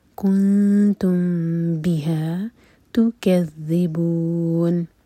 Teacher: كنتم بها، M T مین کے بعد با، تو اخفا شفی، مین کو ہولڈ کریں گے لیکن ہوٹوں کو ٹائٹ بند نہیں کریں گے